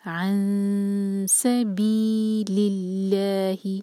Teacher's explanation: نون کی آواز کو چھپائیں گے اور سین کے لیے تیار کریں گے زبان کو، عن سبیل اللہ، بی مد تبعی ہے دو حرکہ، اور سبیلی لام کے نیچے کسرہ، اور آگے ہے اللہ تعالیٰ کا نام. · Term: اخفا